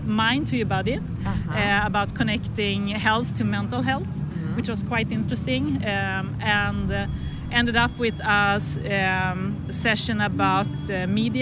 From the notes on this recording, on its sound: Recorded on Friday the 9th of March, on a pulsating Austin street. Right in the middle of the SXSW festival.